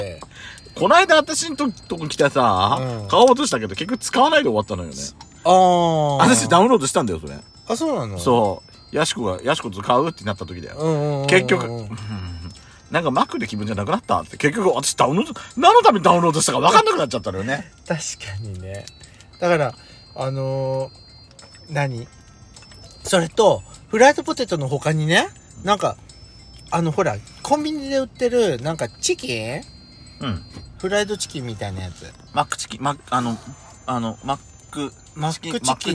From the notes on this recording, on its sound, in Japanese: パーキング収録